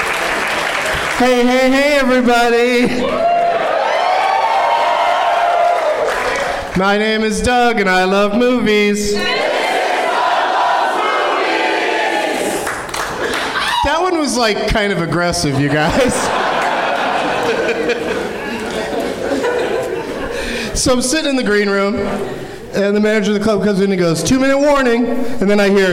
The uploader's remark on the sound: Live from The Improv in Fort Lauderdale